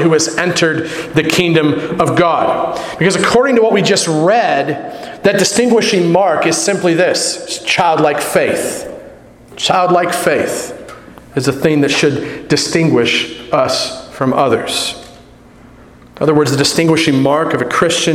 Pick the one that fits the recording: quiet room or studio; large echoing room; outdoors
large echoing room